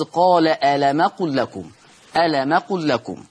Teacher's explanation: الميم ساكنة وما بعدها همز فبينقل حركة الهمز